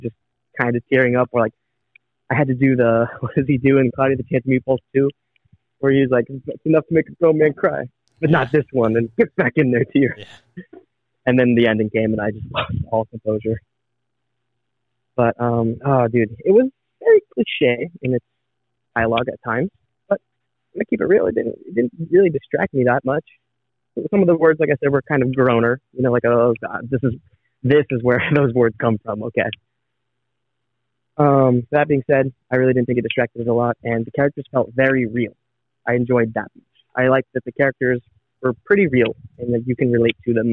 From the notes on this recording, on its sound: via a phone call